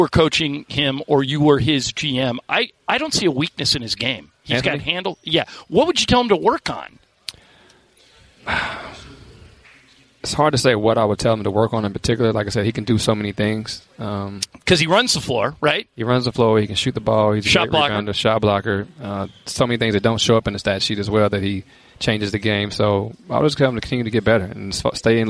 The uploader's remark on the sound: Live from Lakers media day.